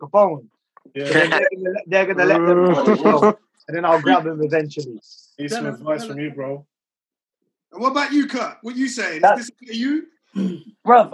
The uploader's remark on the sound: Recorded this weeks podcast via a zoom call.